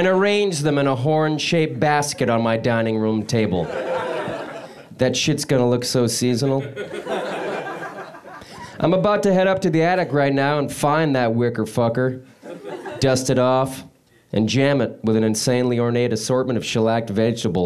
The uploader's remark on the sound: Holiday pieces recorded LIVE from the UCB theatre in Los Angeles.